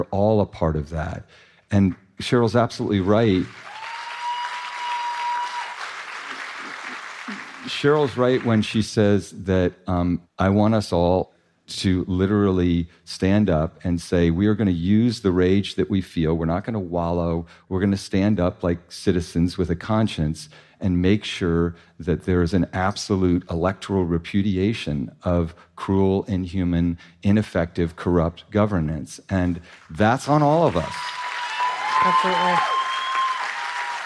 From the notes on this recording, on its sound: Dear Sugars returns to Portland, Oregon, for another epic live show. Answer letters from the audience.